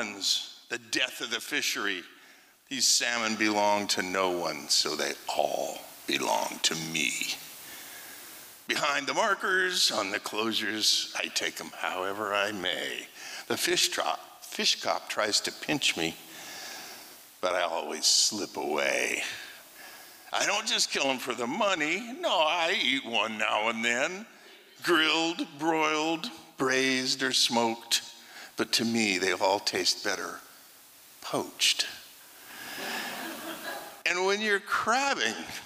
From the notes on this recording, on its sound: 2023 FPG-Liberty Theatre-Friday Night. Performance was recorded at the Liberty Theatre on Friday, February 24th, 2023.